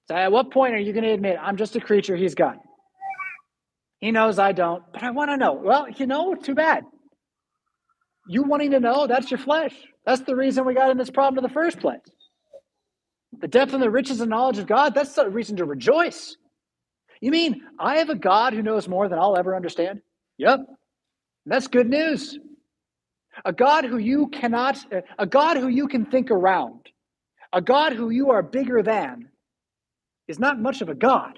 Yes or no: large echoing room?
yes